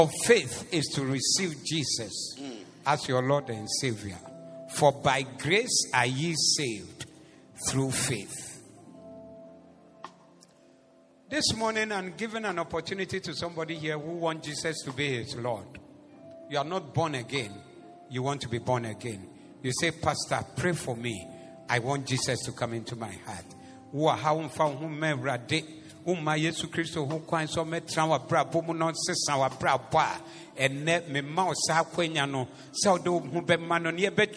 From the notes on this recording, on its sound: Preached at the Zeloo Service 19112023